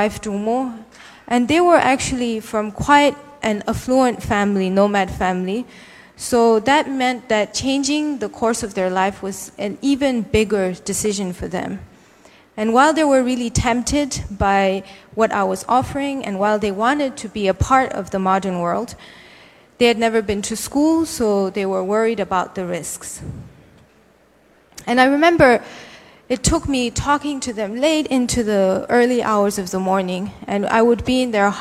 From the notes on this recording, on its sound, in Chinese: 一席现场